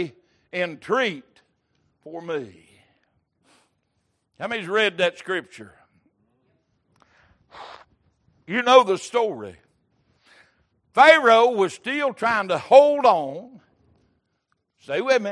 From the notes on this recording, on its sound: Sunday Evening Service